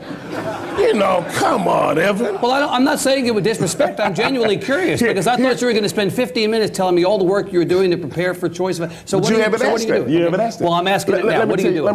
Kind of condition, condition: setting, live audience